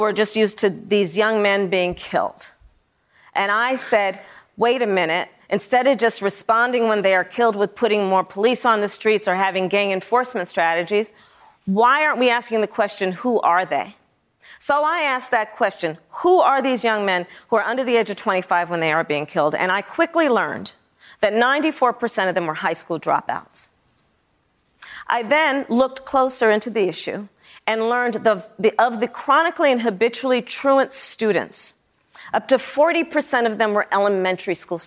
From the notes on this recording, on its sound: Answers questions from students and young New Hampshire Democrats during a live town hall. At Saint Anselm College in New Hampshire.